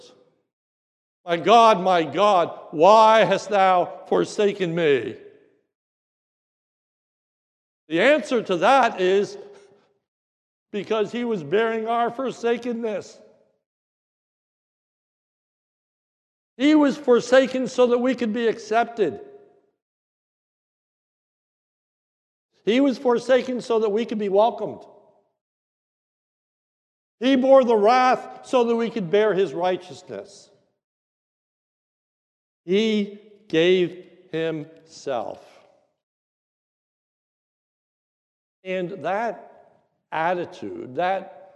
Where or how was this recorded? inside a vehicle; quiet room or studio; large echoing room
large echoing room